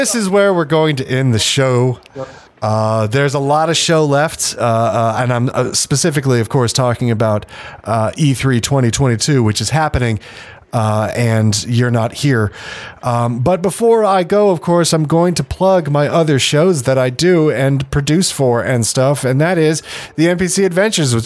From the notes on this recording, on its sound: We are here on the show floor deep diving into the crazy announcments that we’ve seen here on the show floor of E3 2022.